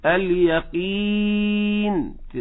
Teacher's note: الصحيح انها ياء، ازاي اليقين، تكسر كويس وتبقى ياء صافية